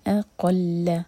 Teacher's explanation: a light قاف heavy, لام light